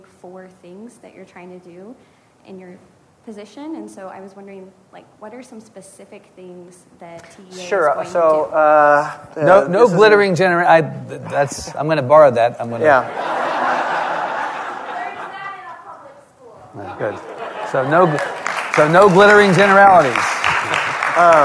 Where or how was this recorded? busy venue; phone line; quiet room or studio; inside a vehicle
busy venue